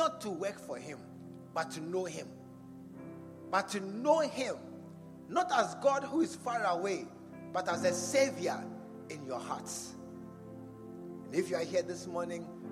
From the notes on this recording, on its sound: Preached at the True Vine Cathedral